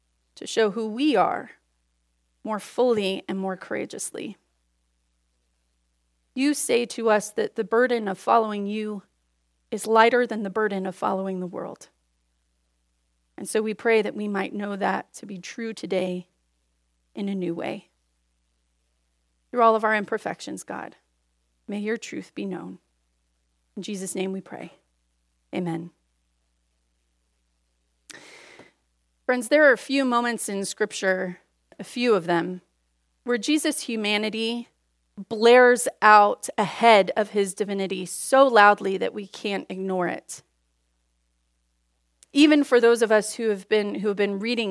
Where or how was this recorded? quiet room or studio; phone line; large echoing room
large echoing room